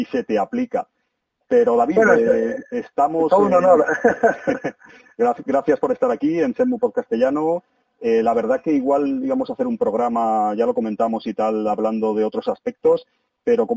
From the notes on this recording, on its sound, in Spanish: Disculpad la calidad del audio porque fue llamada telefónica. Quisimos grabarlo cuanto antes para que la reacción fuese más espontánea.